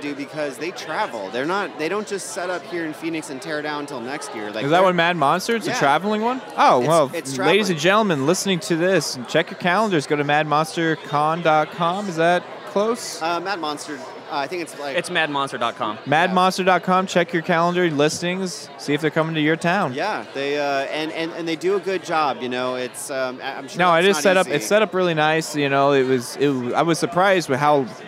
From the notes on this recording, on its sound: live at Mad Monster Party 2015 in Phoenix, AZ